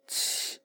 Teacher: 发现声带并未震动，简称无声。七，有气无声。接着两手保持在刚才的位置，试着用气声说鸡子，鸡鸡。此时没有明显的气流喷到手上，简称无气。喉头上仍然感受不到声带的震动，仍是无声，鸡。无气无声，在鸡的基础上让声带震动起来，鸡，就得到了无气有声的鸡。回顾一下，有气无声，气，无